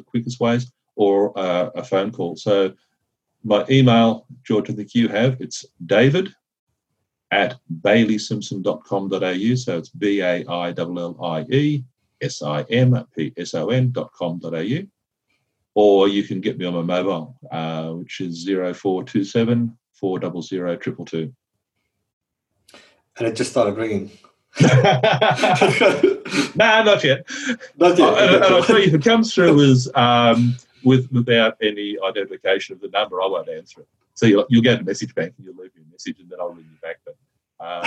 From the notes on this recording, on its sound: Welcome to a live recording of the Martial Arts Media business podcast. We are doing this via Zoom, we are doing this as a live session. Look, so we did the session live in our Partners group, where we work with school owners on marketing and so forth.